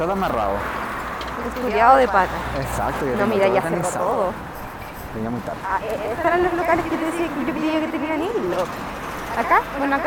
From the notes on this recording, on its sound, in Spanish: Edición experimental Potocast On tour. Salimos a comprar flores plásticas en la calle Rosas y grabamos la experiencia porque sí.